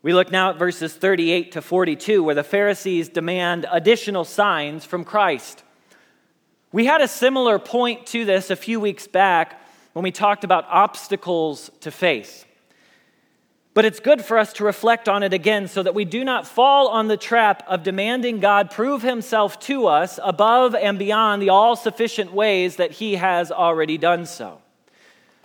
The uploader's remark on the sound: Message Preached at Valley Creek Church